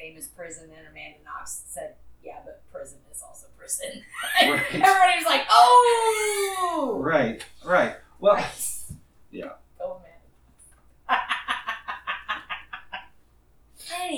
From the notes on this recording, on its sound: We apologize for the sound on the episode. We have some electrical interference that we are working out.